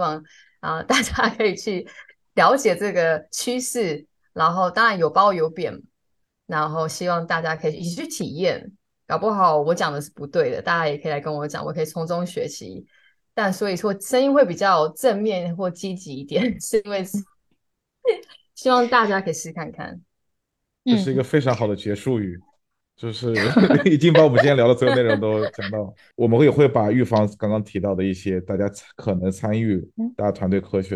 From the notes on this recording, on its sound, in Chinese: 本期为线上录制，小部分音质受损，还请见谅！